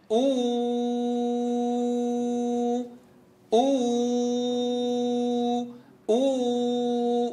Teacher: أبدأ بالهمزة أضمها ثم أطول صوتها وأمط مع ذلك الشفتين إلى الأمام حتى يكون الأداء صحيحا، لأن الواو تخرج من الشفتين بانضمامهما إلى الأمام. · Term: الواو المدية